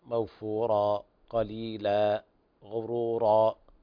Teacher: في مد مدا طبيعيا يعني موفورا قليلا غرورا هكذا، يعني لا تزيد عن حركتين